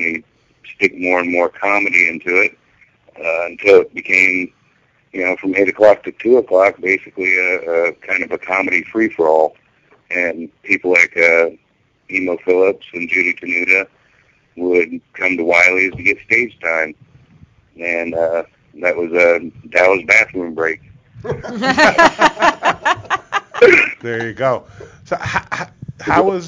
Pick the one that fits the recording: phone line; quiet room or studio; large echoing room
phone line